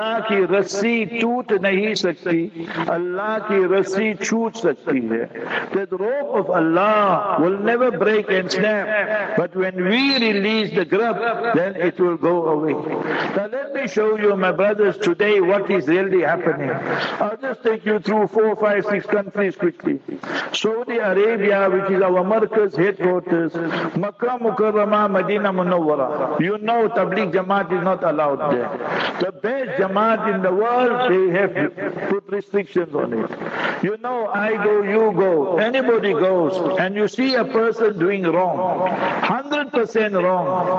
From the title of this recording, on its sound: Jumah Lecture at Rainbow Masjid